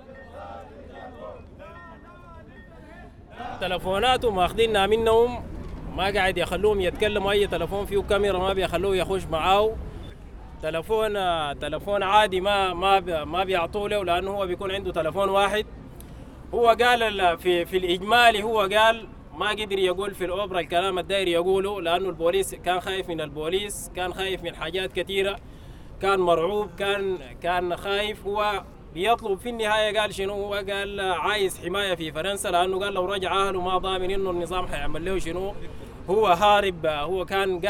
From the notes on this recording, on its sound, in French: À l'antenne de Radio Debout. À l'occasion de la marche contre les violences policières. Nous vous rediffusons ce plateau enregistré en direct de la place de la République.